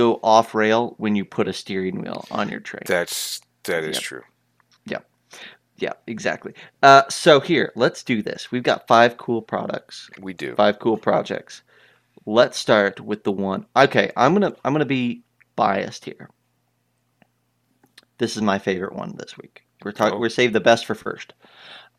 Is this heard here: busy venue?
no